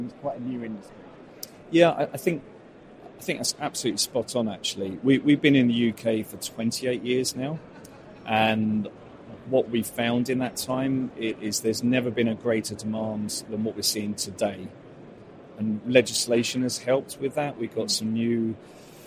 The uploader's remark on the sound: Two conversations recorded at Futurebuild 2022.